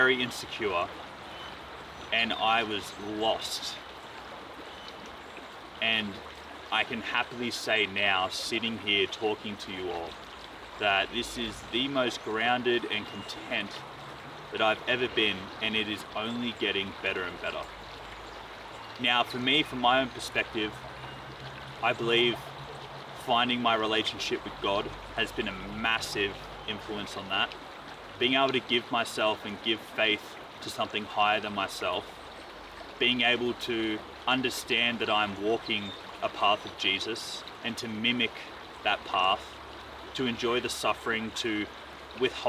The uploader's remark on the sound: Travelled to the Dandenong Ranges in Victoria and recorded out in nature.